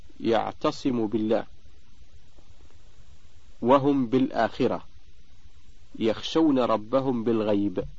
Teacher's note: الحكم الأول الإخفاء الشفوي، وله حرف واحد وهو الباء، فإذا وقعت بعد الميم الساكنة ولا يكون ذلك إلا في كلمتين جاز الإخفاء ويسمى إخفاء شفويا ولا بد معه من الغنة